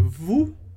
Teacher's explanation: eu não pronuncio o S, porque o S do final da palavra não é pronunciado